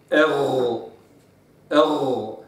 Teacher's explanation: وكذلك لابد أن يستعلي وسط أقصى اللسان، فأقصى اللسان هو المعول عليه في التفخيم حقيقة، لابد أن يستعلي أقصى اللسان، والمساعد على استعلاء أقصى اللسان أن يكون الفم هكذا في وضعه الطبيعي. · Term: مفخم